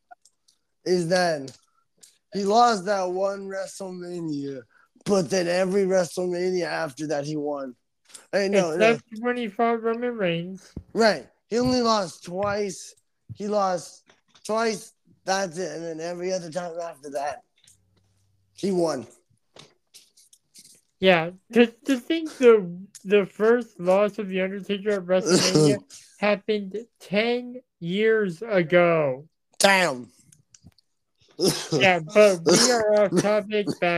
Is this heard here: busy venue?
no